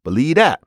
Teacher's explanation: the D was coming up, and the V was kind of soft, and it kind of went away